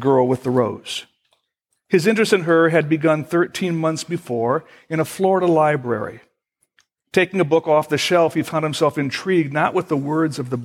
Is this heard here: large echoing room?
yes